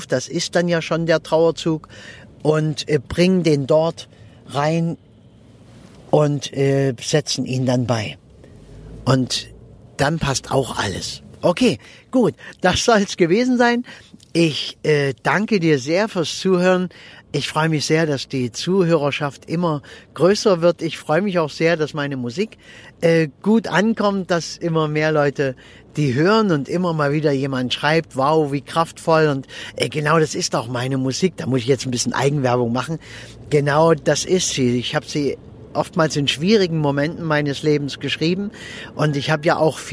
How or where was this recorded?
inside a vehicle